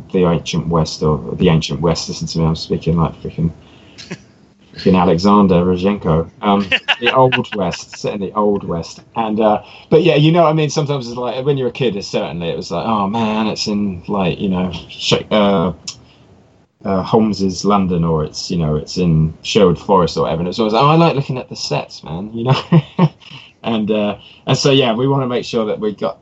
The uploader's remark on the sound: Please note we had some minor sound difficulties while recording this episode.